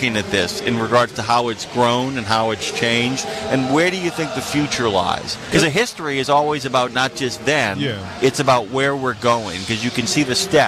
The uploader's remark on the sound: in a safe area within the driving course